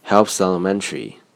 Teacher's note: 先发出 Hell 这个音节之后，把嘴闭上，就等于已经把这个音节的口型做足了。然后停顿足够长的时间，而后再发出“嘶”的音的同时，开始读后面的单词，并且要把 elementary 这个单词的重音音节重读，即第一个音节。而后这个重音音节还带有声调。把这几个要点搞清楚之后，我们就会发现所谓的连读，只不过是自然而然的事情而已。关于 t 和 t。后面的内容还有更深入地讲解。